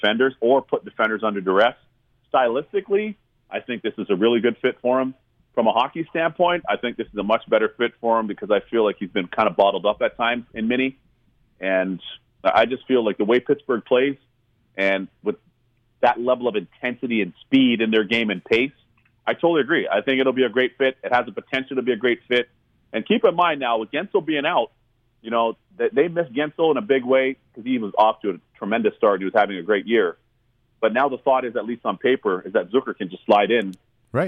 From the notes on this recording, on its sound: hops on the line from Vancouver